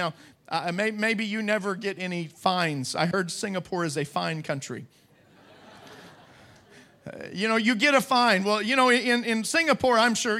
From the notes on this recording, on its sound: Preached at Deep Calleth Deep Conference 2023, 5 Dec Morning Service